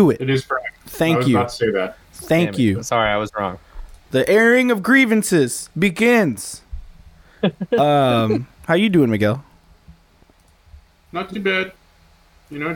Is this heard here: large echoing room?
no